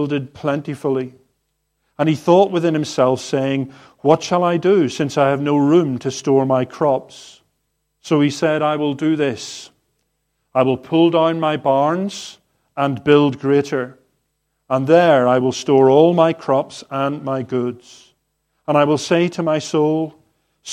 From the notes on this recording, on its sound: Harvest 2022 service recorded on the morning of the 25/09/2022